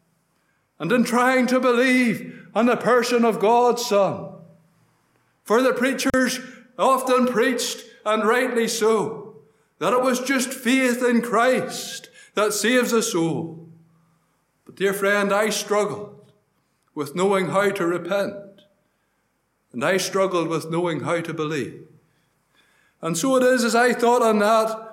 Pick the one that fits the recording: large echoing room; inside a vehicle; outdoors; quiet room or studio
large echoing room